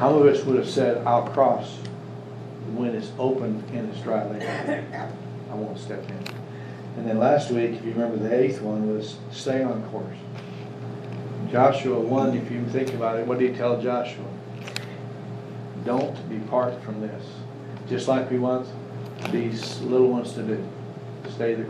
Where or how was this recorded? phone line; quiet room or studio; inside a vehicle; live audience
live audience